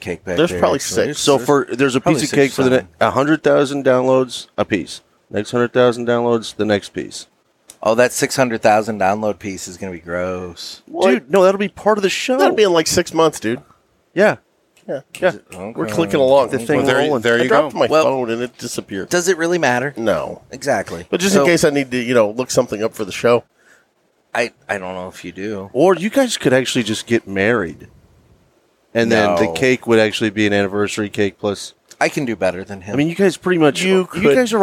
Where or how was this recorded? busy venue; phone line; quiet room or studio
busy venue